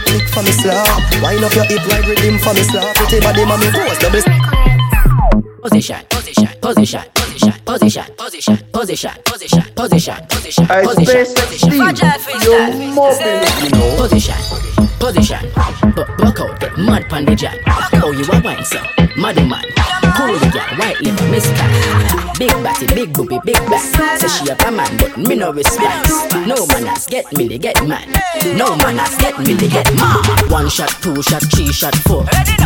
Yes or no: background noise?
no